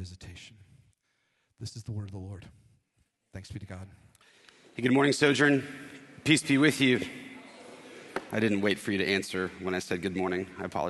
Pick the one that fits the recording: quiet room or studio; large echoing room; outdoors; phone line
large echoing room